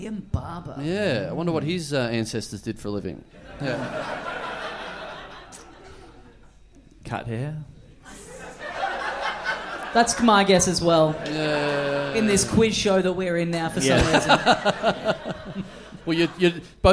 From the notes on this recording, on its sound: We're LIVE from Melbourne